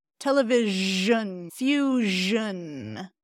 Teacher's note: in Spanish, it's more like sh-shun, but we want to voice that one too